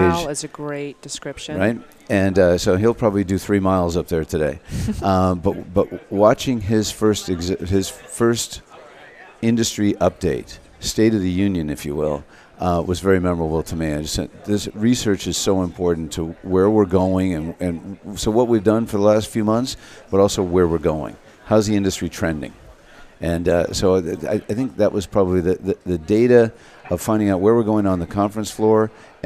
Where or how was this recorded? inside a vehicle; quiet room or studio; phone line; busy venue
busy venue